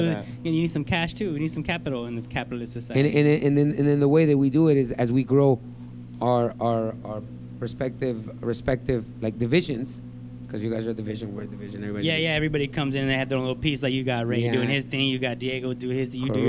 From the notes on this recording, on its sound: Monster Cast on Location at The Shop In DTLA. Recorded in Downtown Los Angeles.